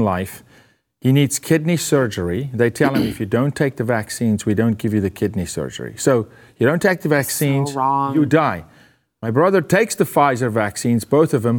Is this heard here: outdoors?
no